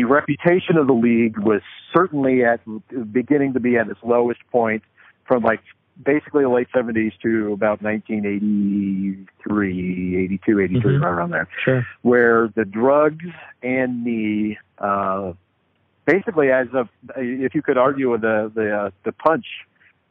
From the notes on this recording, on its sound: Phone interview. This was recorded off of a phone conversation.